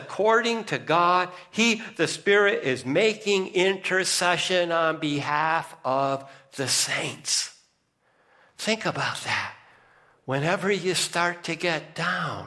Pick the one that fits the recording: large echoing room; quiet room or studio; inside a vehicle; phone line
large echoing room